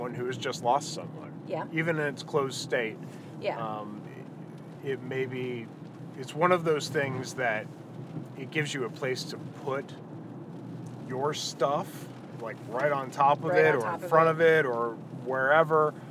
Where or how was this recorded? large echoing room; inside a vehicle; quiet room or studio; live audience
inside a vehicle